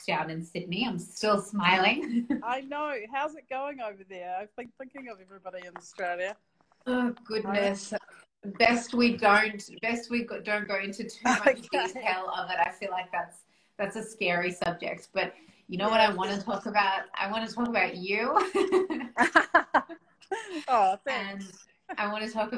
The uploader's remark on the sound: live Instagram interview